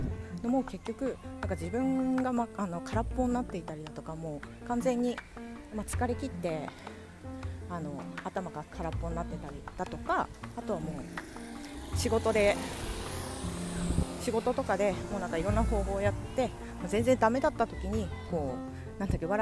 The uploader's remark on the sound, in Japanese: 歩きながらの収録